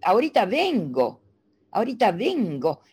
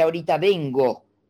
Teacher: la cadencia final primero la levantan y después bajan · Shown in: first take · Depende de la zona, más marcado o menos marcado. · Term: una levantadita final